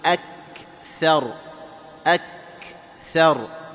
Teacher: الكاف حرف شديد وحرف مهموس